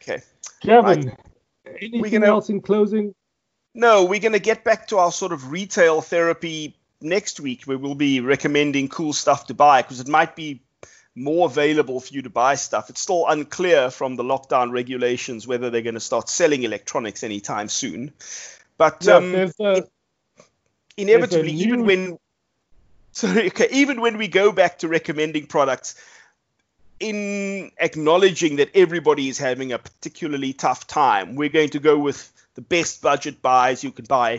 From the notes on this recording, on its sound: Recorded via Skype